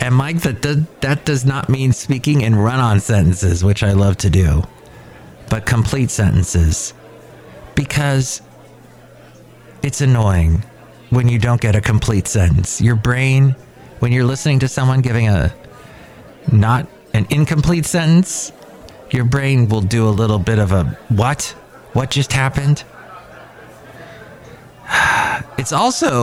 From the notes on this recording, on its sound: Podcasts live from Café Anyway.